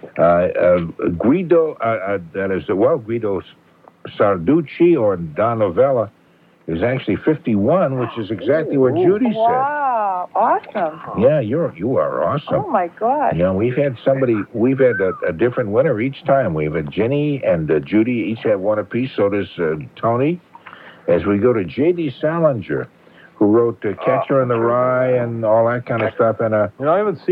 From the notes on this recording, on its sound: I'm on the phone